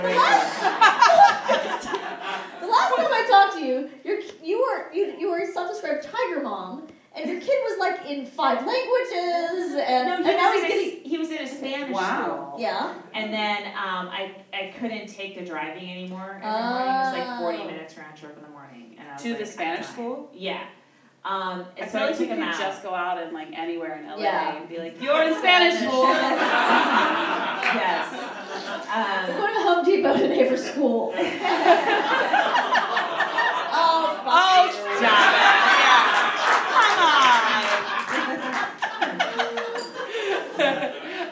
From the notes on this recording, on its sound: It's my first time doing Motherhood in Hollywood in front of a live audience and it was a hoot. We also raised money for an organization called No Kid Hungry during this show so you will hear me giving away prizes and harassing the audience.